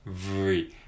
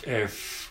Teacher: 有声音と無声音って言うんですけども、その違いだけで、口の形は同じなんですね。